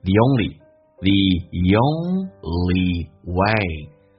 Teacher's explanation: The 跟 only 有一个连音叫加个也